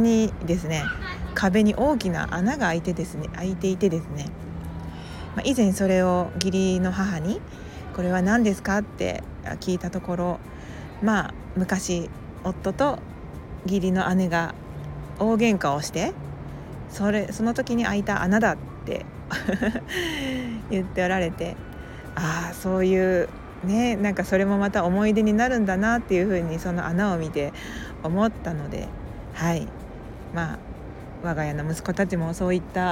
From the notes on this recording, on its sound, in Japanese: 外での収録により風の音などうるさいかもしれません